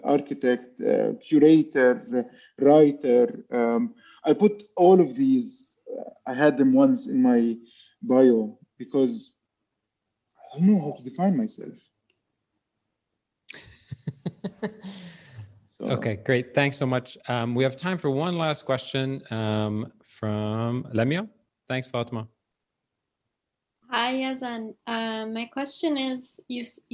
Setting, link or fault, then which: link, video call